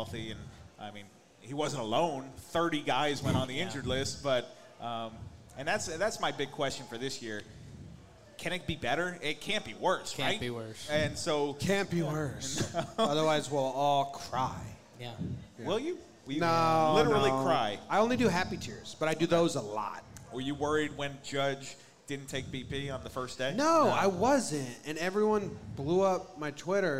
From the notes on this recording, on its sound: Live in Tampa